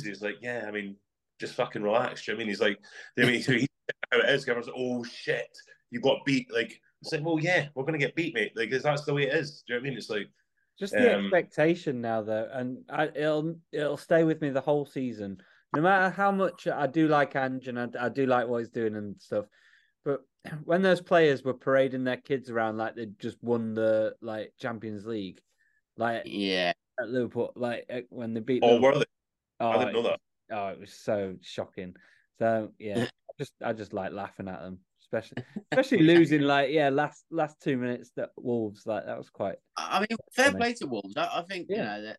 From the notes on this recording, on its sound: jumping back on Zoom